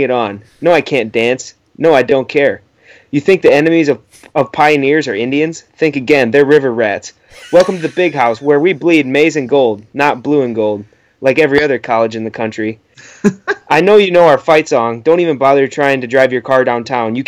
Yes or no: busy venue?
no